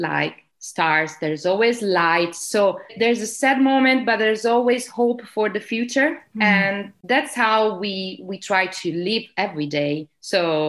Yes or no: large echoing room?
no